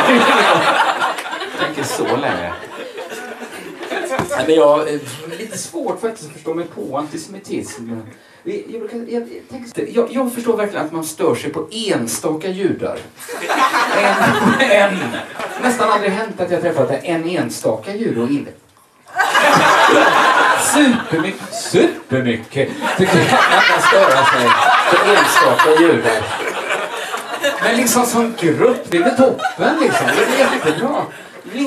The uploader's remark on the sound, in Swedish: Inspelad i mars 2020 på Bonden Bar i Stockholm.